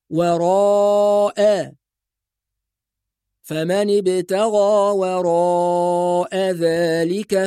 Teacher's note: يبقى فقط حرف الراء هو الذي يفخم وبقية الحروف الأخرى في الكلمة مرققة، نقول وراء فمن ابتغى وراء ذلك فأولئك هم العادون. · Term: الراء المفتوحة مفخمة